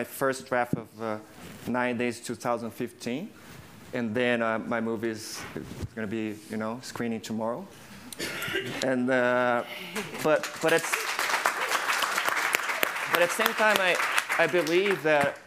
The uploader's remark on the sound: Panel. This episode was recorded on January 26, 2020 in front of a live audience at the SundanceTV HQ on Main Street in Park City, UT during the 2020 Sundance Film Festival.